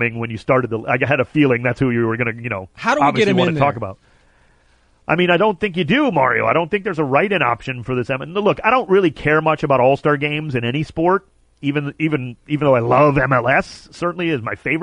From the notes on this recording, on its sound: calls